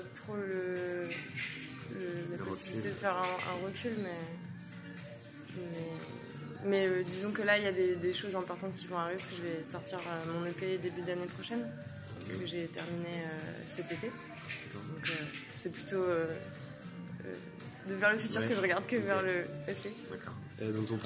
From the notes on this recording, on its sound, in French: la première interview que nous avons réalisé en décembre lors du festival Bars en Trans